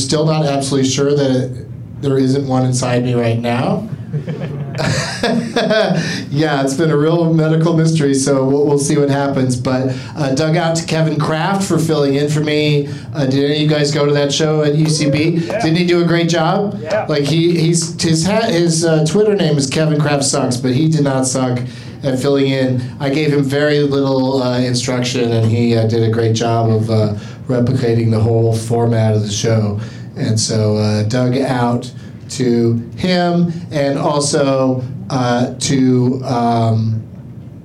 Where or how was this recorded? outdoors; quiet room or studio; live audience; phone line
live audience